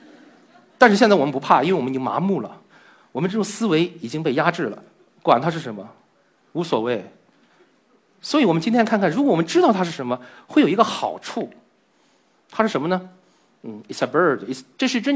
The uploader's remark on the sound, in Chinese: 经过与现场观众的互动，有四分之三的观众认为是时间短的意思，只有四分之一的观众回答出了正确答案“看不见”。